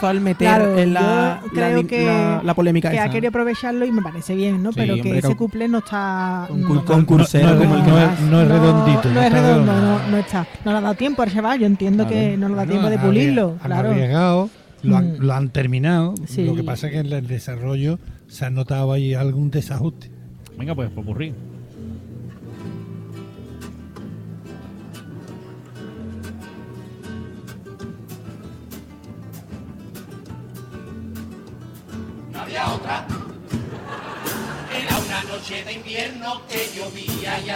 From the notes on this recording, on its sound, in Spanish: En directo desde el Gran Teatro Falla de Cádiz